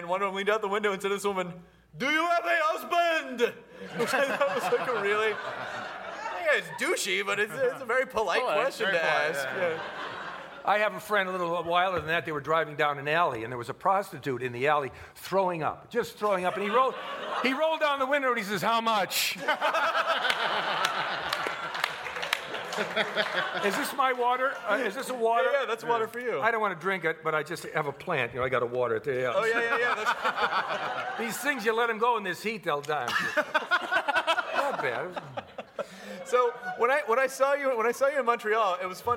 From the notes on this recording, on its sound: This podcast was recorded at Largo in front of many wonderful nerds